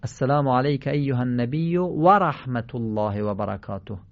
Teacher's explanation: اگر اندکی دقت کنید و از بین دو لب به نرمی ادا کنید، واو صحیح و فصیح خواهد بود